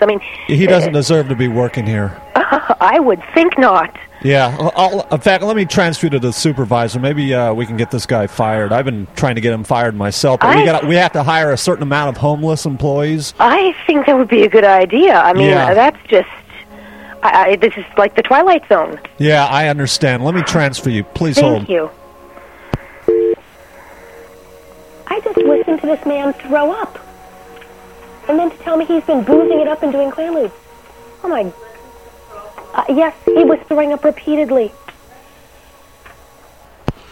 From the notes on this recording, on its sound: Prank Phone Calls.